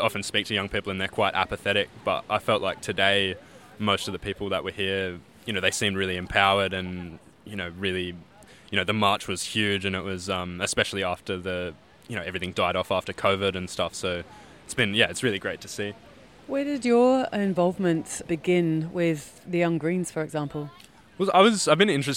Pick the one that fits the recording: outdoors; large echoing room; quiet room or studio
outdoors